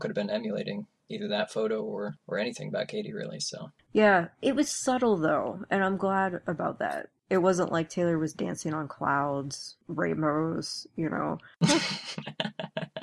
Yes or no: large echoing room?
no